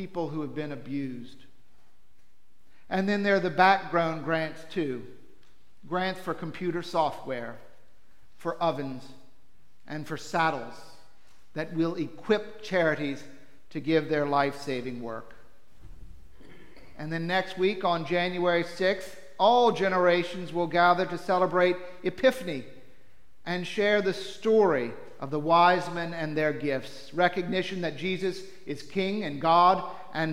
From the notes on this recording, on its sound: Preached for Trinity-by-the-Cove